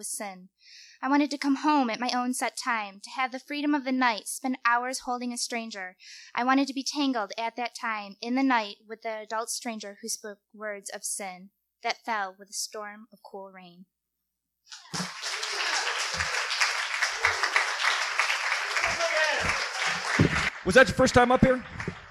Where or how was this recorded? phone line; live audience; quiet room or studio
live audience